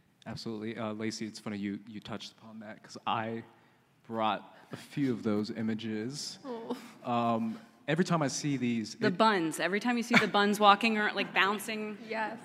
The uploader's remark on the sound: Please enjoy this recorded panel from Star Wars Celebration Anaeheim 2022!